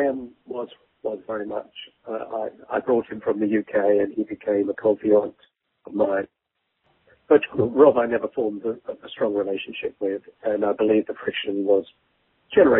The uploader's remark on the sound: The interview was conducted over the phone.